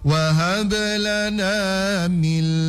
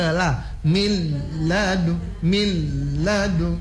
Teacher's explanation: Karena DP hukum idgham bila gunnah. Dia langsung masuk ke huruf lam tanpa disertai dengung. · Shown in: second take · Kalau Ibu masih mau tahan, itu dengung namanya.